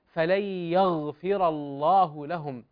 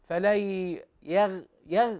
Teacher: يغفر، شوف الغين، حرف الغين من الحروف التي تفخم باتفاق عند القراء · Shown in: first take